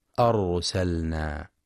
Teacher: ينتبه القارئ لتفخيم راء أرسلنا لأنها ساكنة وقبلها مفتوح